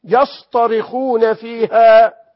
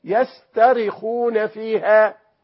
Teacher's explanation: نضع تاء الافتعال، فنقول يسترخون فيها، لكن ده غير كافي للتعبير عن شدة الصراخ وشدة الألم وشدة العذاب والهول وما هم فيه. فالقرآن يحول التاء المرققة إلى طاء مفخمة لتناسب التعبير عن هذه الشدة · Shown in: first take